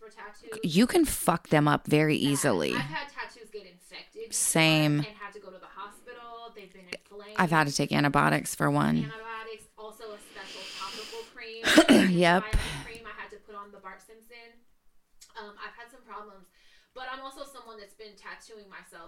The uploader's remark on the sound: We had some technical difficulties recording this episode, bear with us.